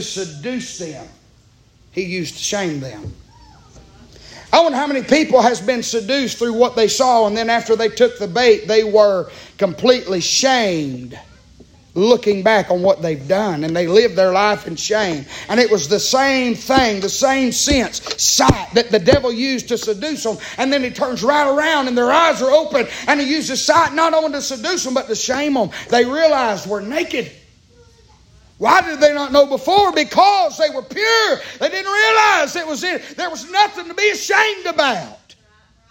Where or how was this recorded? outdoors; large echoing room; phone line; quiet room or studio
large echoing room